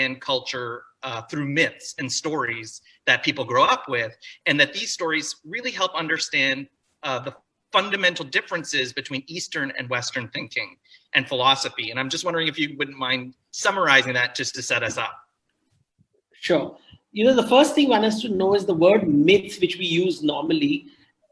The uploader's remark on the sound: This episode is the audio version of a live online session from #JLFToronto2020.